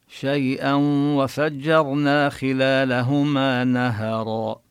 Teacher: بالوصل ندغم التنوين الذي في شيئا بالواو إدغاما بغنة إدغاما ناقصا. وفجرنا كذلك ننتبه لحرف الجيم وهنا الراء مفخمة، وفجرنا نفخم الراء ونمد المد الطبيعية، خلالهما كذلك يعني نبين المد الطبيعي بالألف التي بعد اللام والتي بعد الميم، خلالهما نهرا.